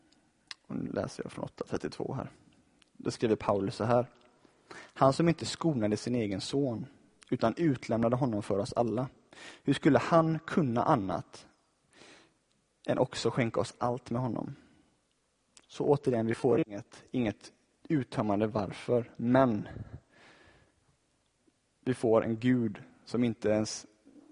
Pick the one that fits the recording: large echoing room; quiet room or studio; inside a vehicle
large echoing room